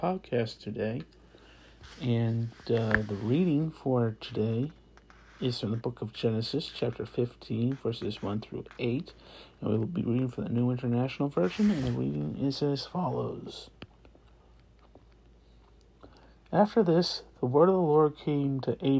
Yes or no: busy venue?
no